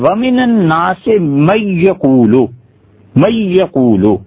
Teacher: انہوں نے نون کو بالکل ہی حذف کر دیا، ختم کر دیا، اڑا دیا. مَن یقولو، تو یہ ادغام ہے کامل. · Term: ادغام کامل